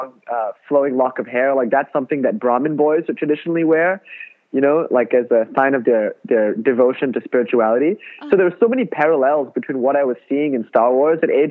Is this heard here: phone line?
yes